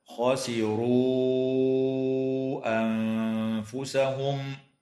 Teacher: وتمد الواو في قوله تعالى: خسروا أنفسهم، من قبيل المد المنفصل بمقدار 4 أو 5 حركات